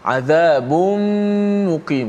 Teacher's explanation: Tutup mulut senang ha, tanwin masuk dalam mim